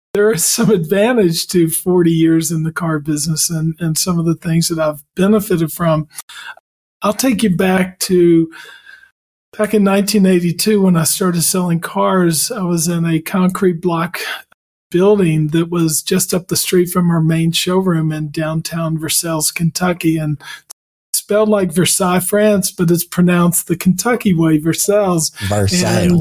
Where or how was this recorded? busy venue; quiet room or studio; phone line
quiet room or studio